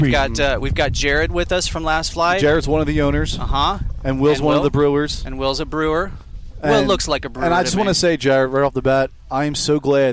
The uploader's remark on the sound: The boys take the show on the road and record at Last Flight Brewing Company in Jefferson City!